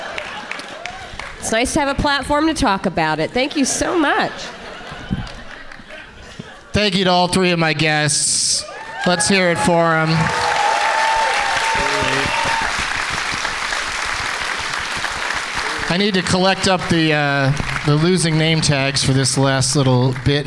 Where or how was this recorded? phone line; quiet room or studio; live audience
live audience